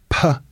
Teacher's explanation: So p is an unvoiced labial plosive because you can't hear the voice.